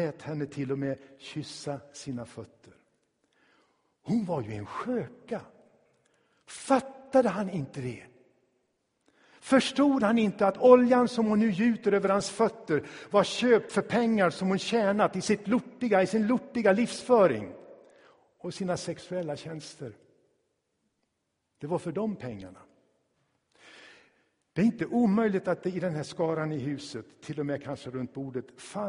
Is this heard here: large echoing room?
yes